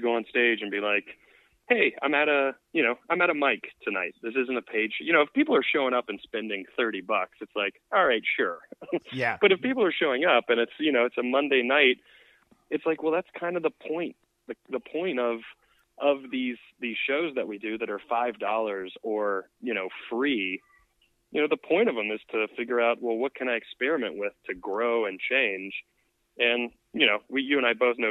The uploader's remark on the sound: Joins me by phone.